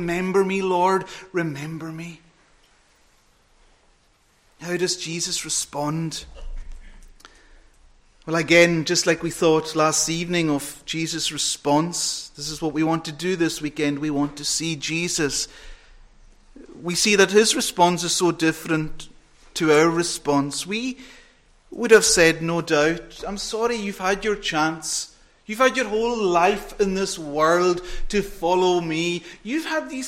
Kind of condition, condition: setting, large echoing room